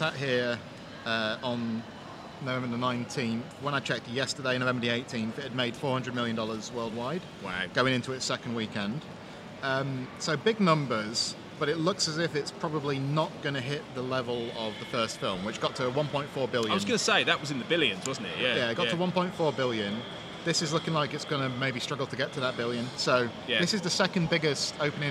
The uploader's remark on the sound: still broadcasting live from London (in this case Paddington station)